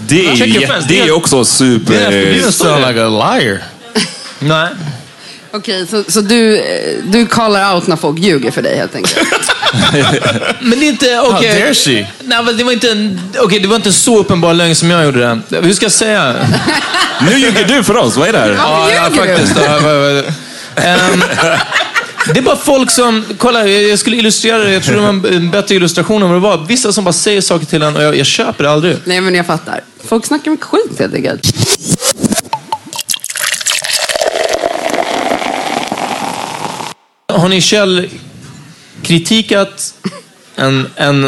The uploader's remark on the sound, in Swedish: Denna vecka släpper vi vår livepod som spelades in live på Haymarket i Stockholm. Allt som allt så satte vi oss på en söndag efter en najs brunch och hade ett kul samtal framför några som var...